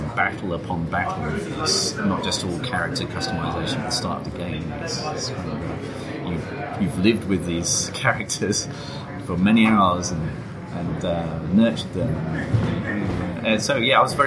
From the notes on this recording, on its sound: While we were at Rezzed we recorded a series of short, informal chats with interesting gamespeople.